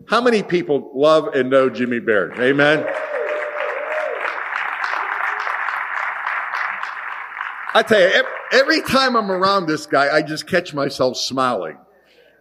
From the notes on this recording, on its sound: Pastors and leaders from around the country gather together at our leadership conference. Here’s one of the recordings from our 2023 Leadership Conference.